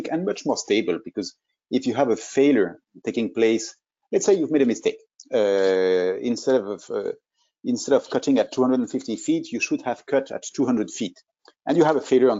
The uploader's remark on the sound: This is an audio version of the FGI webinar.